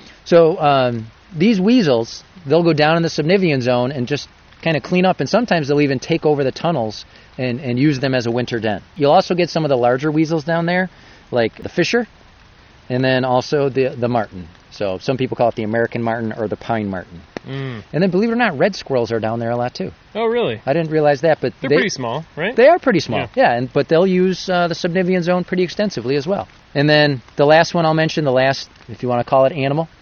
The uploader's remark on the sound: This episode was recorded in the Shale Creek section of Chestnut Ridge Park, located in Orchard Park, NY.